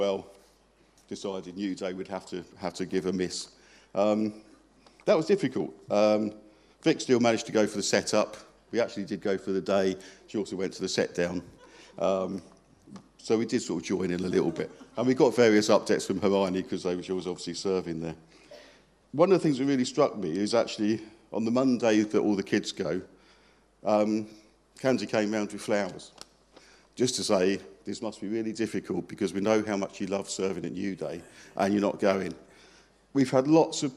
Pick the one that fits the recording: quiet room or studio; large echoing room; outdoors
large echoing room